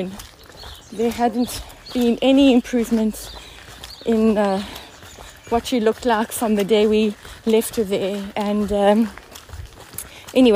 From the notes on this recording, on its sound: It was recorded whilst my mom and I were walking on one of our favourite trails - so you will hear some dogs barking, footsteps, background chatter and waterfalls…but I kind of like the organic unfolding of being out-and-about in nature with my mom.